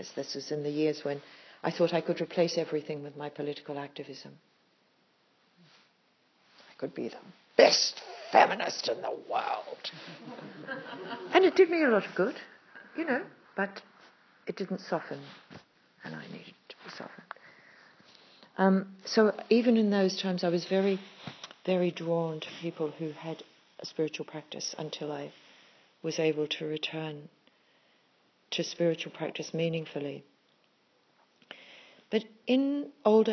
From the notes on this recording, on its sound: A Mana Retreat Centre talk. This is just one of a series of talks that day, given with spontaneity and heart, and recorded informally on an iPhone.